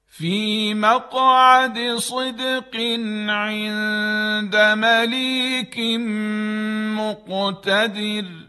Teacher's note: حرف قاف و دال اینها قلقله دارن که قلقله لطیف هست، قلقله کوچک یا قلقله صغرا